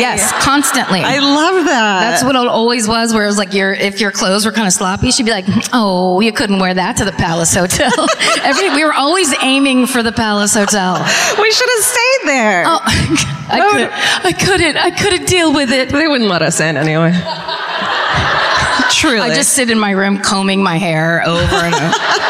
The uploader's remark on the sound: Live at the Davies Symphony Hall in San Francisco